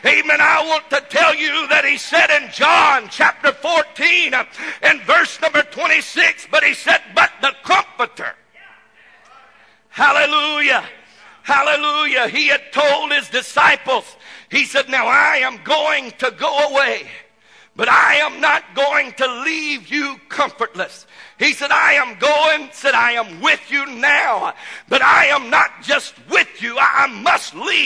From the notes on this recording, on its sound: This message was broadcast live from the First Pentecostal Church of Silsbee Texas